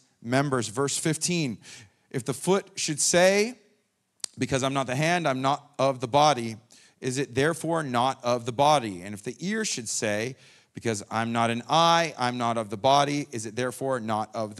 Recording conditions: large echoing room